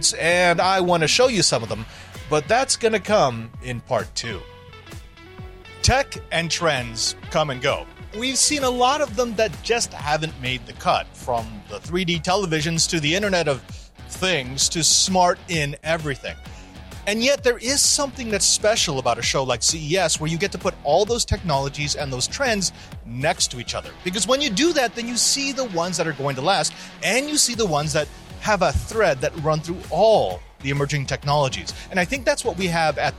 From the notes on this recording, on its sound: Reports live from CES 2024. The massive electronics and technology trade show.